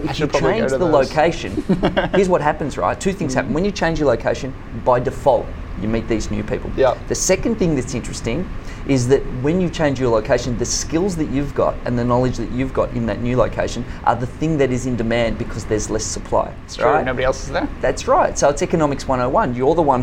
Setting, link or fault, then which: setting, busy venue